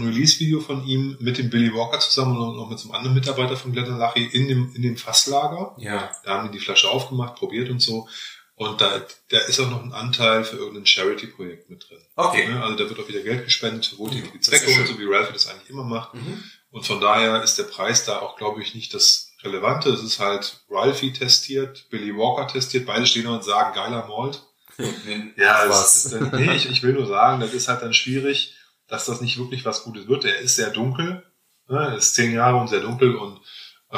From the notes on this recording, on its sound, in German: Leide kam es in der Folge zu unerwarteten technischen Problemen, weshalb die Aufnahmequalität sehr zu Wünschen übrig lässt.